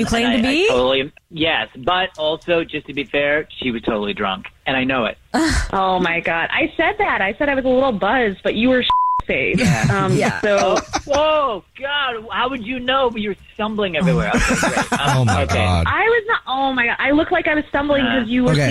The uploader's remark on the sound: We get that other person on the phone to see why they're "ghosting". Today there is a guy on the phone who is not getting a call back from a woman he went on a date with.